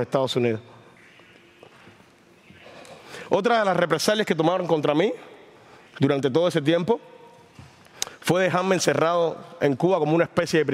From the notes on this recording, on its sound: recorded at the 2023 Olso Freedom Forum